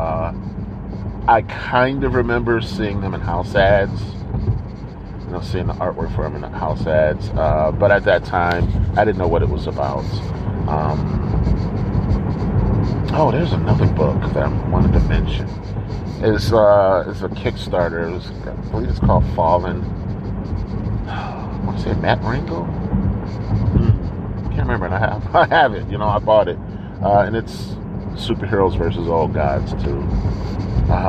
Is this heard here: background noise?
yes